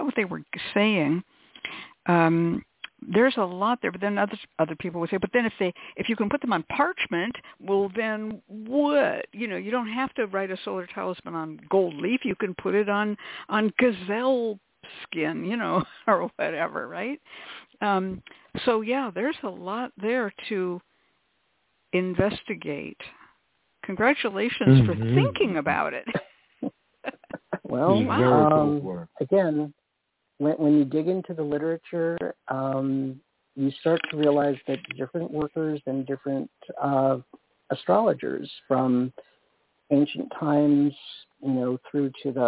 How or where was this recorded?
phone line